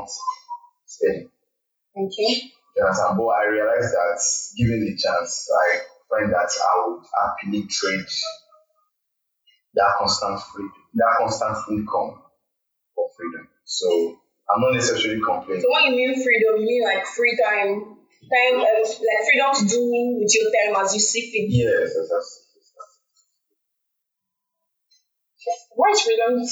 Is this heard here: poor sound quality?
yes